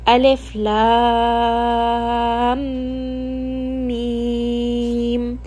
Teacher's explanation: And the next letter is meem, which begins with a meem. So when we have meem sakin followed by meem, this is another idgham. So here I will merge these together and I will say alif lam meem.